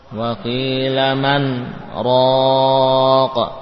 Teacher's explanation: Menurut riwayat yang kita baca, itu apa riwayat Hafs ya, dari Asim min tariq Syatimiyah, dibaca dengan saktah ya. Jadi tidak diidghamkan, bukan marraq namun dibaca dengan saktah.